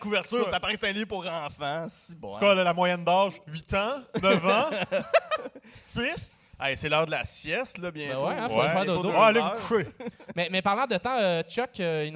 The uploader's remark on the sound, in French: Live au FestiPod. Le deuxième épisode live de Sans Présentation arrive au FestiPod. Merci à l'équipe du FestiPod pour la direction audio et vidéo et leur accueil!